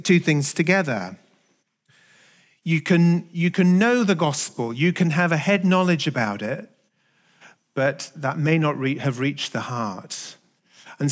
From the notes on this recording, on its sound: Recorded at the Hukanui Bible Church morning service on Sunday the 22nd of October 2023 during the 10:00 am service.